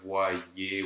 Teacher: the Y will also trigger a J glide in this case. So we don't have voyer, but voyer with the J glide in between.